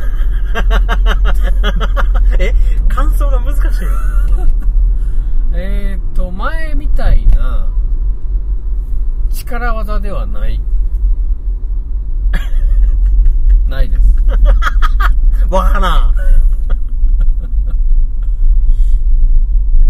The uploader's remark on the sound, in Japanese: ラーメン屋に行く道中に収録しました。